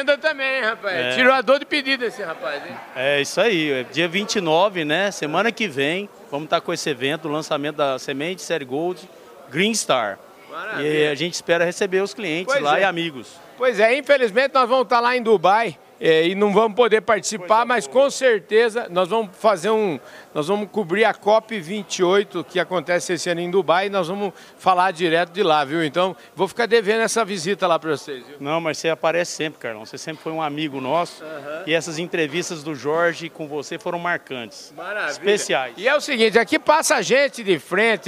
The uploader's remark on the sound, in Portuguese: Prosa gravada durante o Simpósio Asbram, em Campinas.